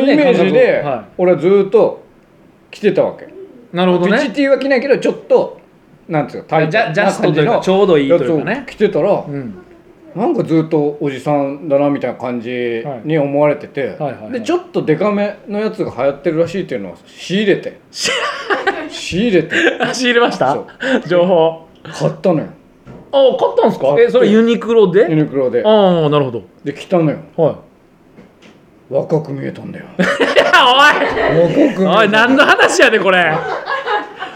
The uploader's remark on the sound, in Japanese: 公開収録